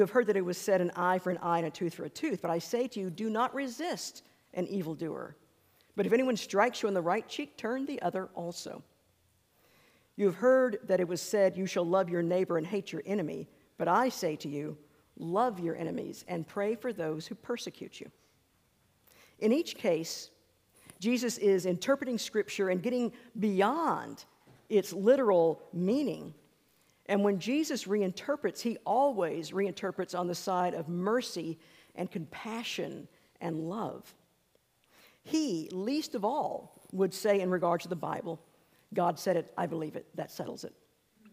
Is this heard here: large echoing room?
yes